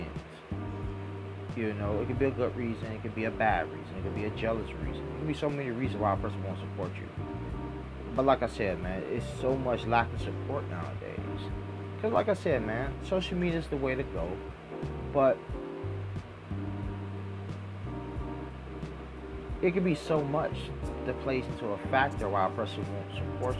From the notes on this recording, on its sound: By the way sorry for the fan in the background of this episode.